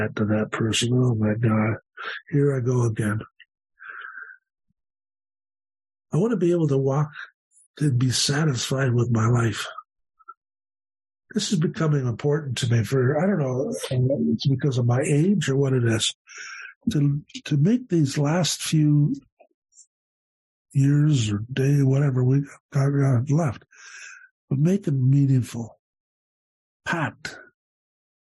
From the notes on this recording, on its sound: The Broken Elevator zoom meeting held at the end of February 2023.